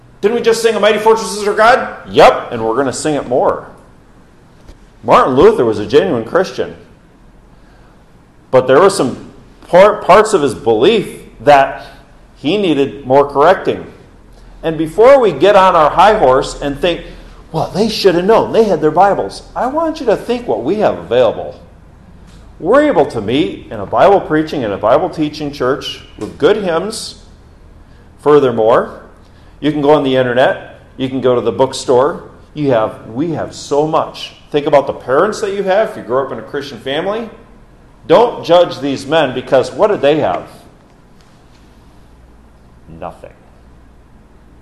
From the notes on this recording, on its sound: This message given on Reformation Sunday. During Orwell Bible Church's morning service, October 30, 2022.